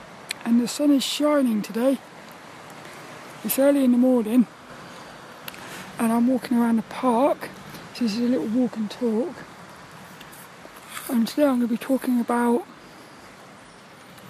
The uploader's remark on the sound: This 'About The Tings' episode is a Walk and Talk around the local park. The sun was shining.